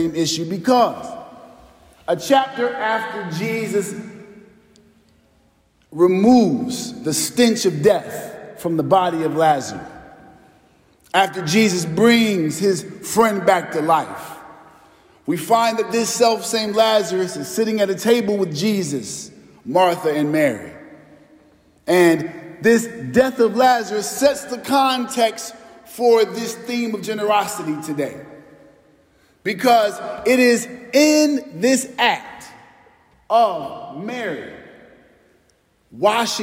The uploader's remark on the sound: Preached at our celebration of the Holy Eucharist on the Fifth Sunday in Lent.